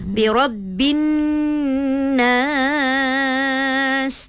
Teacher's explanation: bila alif lam syamsiah ni mesti akan ada dengung dekat situ sikit.